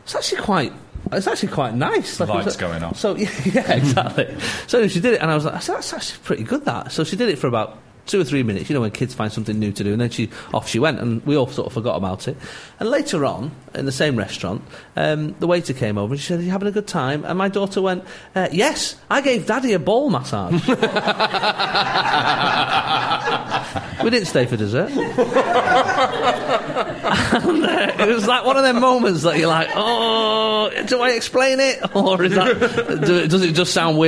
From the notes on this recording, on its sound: Live in the staff canteen. Move the show out of the studio and into our staff canteen with a live audience.